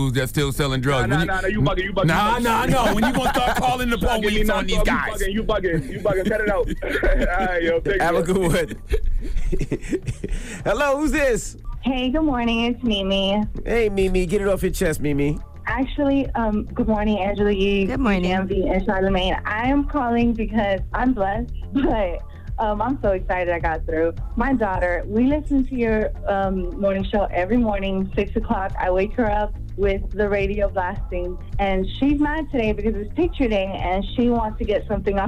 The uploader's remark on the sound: We opened up the phone lines. We also opened up the phone lines for our listeners.